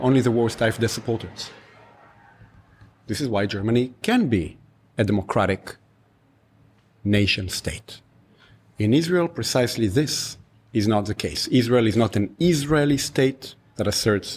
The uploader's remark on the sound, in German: in der Berliner Buchhandlung "ocelot" (Brunnenstraße) aufgezeichnet